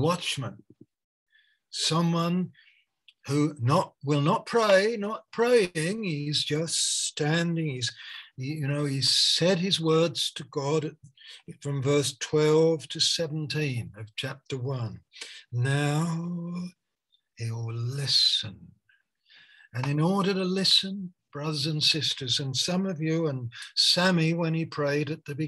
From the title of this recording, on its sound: Malaysia Meets (Zoom)